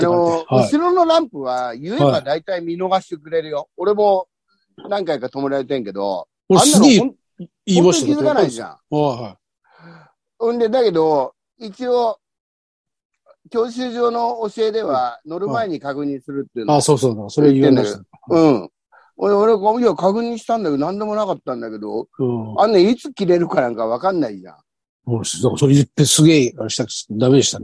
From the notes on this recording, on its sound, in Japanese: ZOOMで収録